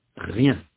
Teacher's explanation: il n'y a pas de séparation entre la semi-voyelle y et la voyelle